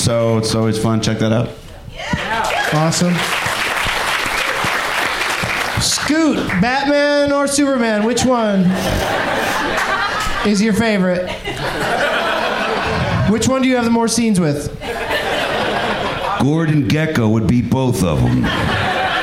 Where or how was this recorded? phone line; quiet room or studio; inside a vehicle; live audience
live audience